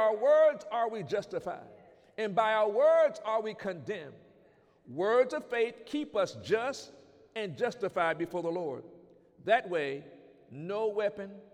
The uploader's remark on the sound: During Sunday morning service on December 22, 2019